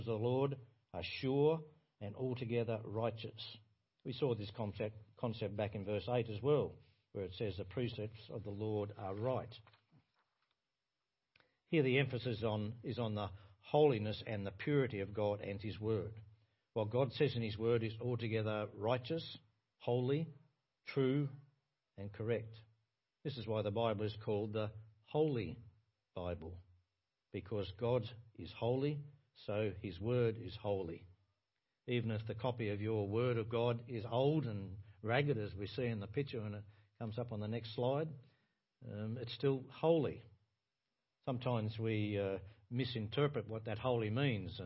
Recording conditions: large echoing room